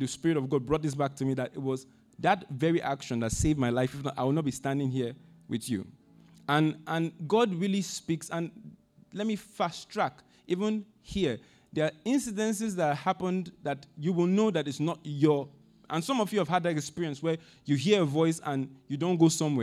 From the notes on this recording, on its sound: Audio recording of our Sunday Sermon